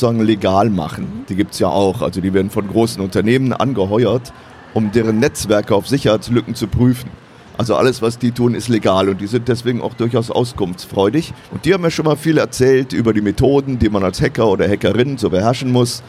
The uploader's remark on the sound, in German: live am Messestand